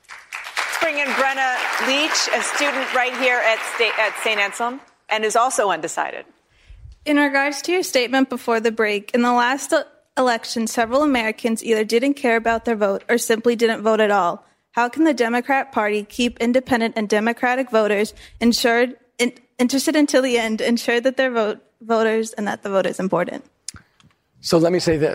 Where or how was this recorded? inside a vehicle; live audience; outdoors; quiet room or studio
live audience